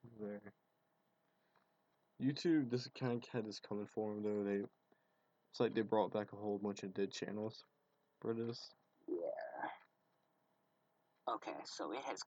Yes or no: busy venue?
no